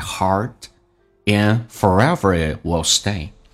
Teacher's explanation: and 的 d 不发音，这属于略音